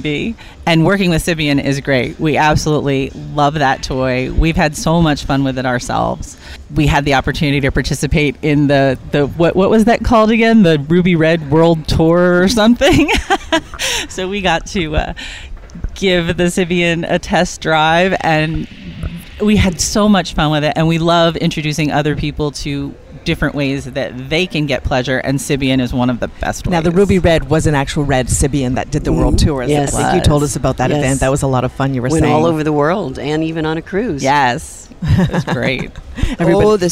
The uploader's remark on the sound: On location at The Ultimate Women's Expo in Atlanta